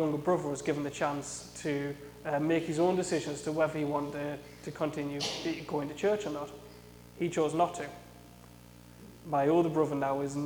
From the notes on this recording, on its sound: A sermon I preached at Saint John's Evangelical Church in Shiney Row on Sunday 5th November 2017.